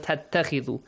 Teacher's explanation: تتخذوا ends with a waw mad, oo sound.